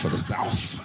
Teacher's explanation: I'm from the South with an F and not a TH